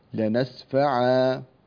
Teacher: فيوقف عليها بالألف بدل التنوين